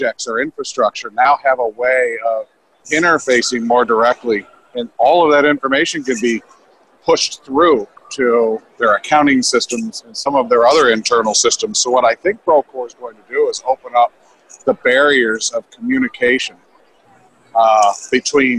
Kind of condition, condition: setting, busy venue